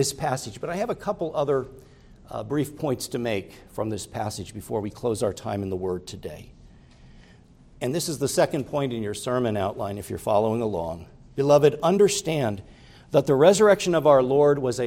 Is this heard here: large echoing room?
yes